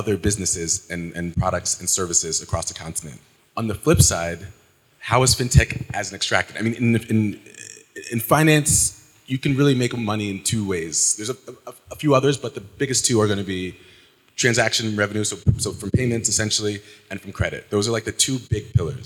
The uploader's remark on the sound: The African Pre-seed podcast partnered with the Africa FinTech Summit in Lusaka, Zambia, to host the first-ever edition of APS Live. Had three amazing guests on the couch in front of a live audience.